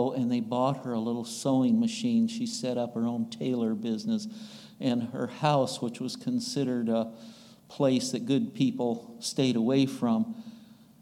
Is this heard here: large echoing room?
yes